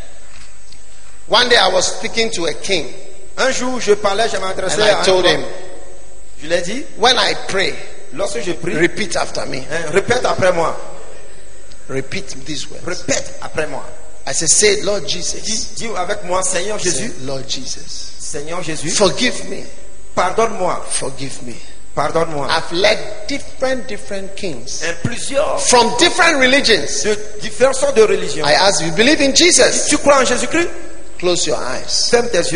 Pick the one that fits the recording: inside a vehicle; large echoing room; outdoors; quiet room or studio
large echoing room